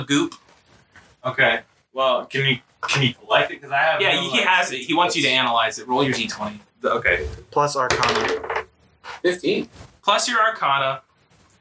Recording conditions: poor sound quality